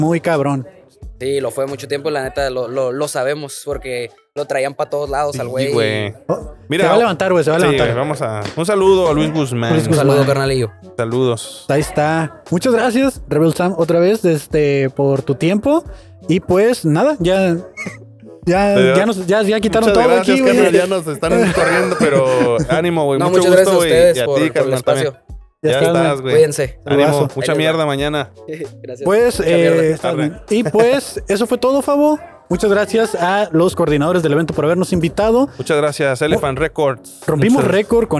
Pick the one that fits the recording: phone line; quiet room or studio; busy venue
busy venue